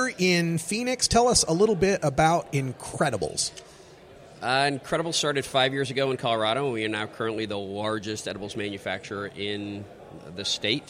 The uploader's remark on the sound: Live from Southwest Cannabis Conference.